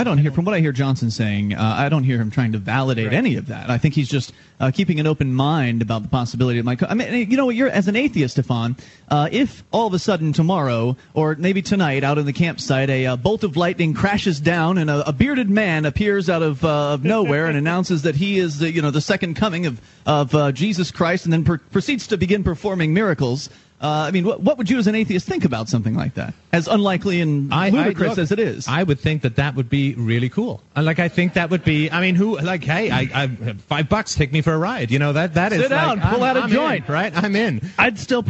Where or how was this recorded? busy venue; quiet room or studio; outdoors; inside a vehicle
busy venue